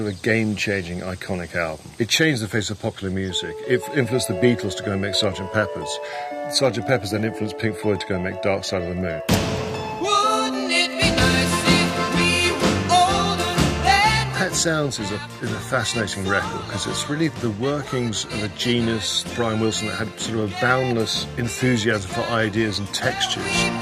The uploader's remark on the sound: Live-ish from the Fest for … Fans, Chicago. A very special live edition of When They Was Fab.